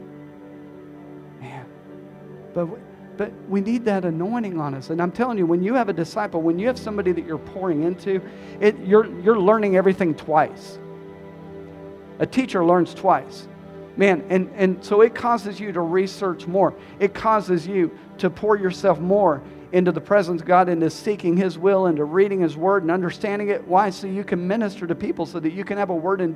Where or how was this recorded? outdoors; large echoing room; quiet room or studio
large echoing room